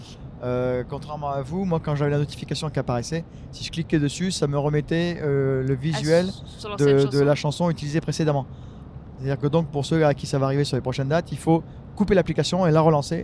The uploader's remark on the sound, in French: Et ça s'est fait dans la voiture lors du trajet retour ! Il y a donc un bruit de fond lié au déplacement du véhicule mais rien de rédhibitoire.